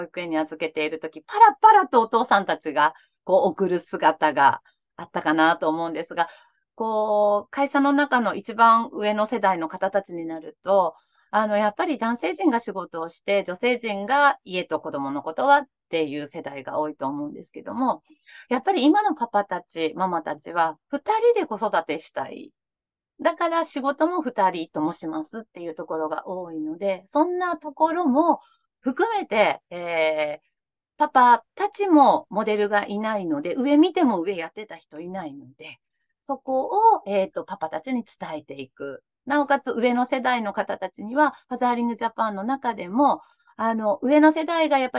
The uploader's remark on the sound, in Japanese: 収録場所： オンライン (Zoom)